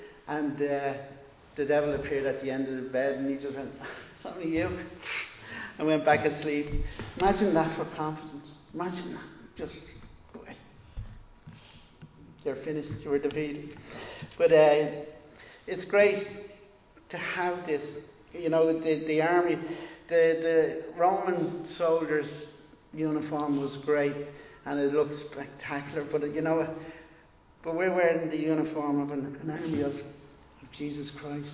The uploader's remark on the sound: Recorded live in Liberty Church on 12 June 2022